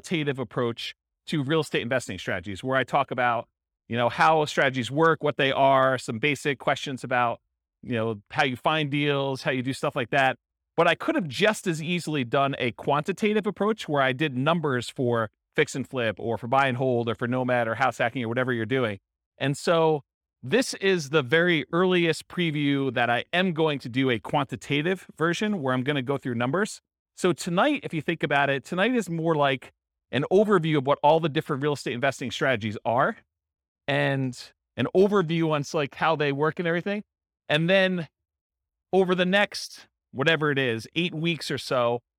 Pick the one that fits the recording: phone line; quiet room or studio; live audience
live audience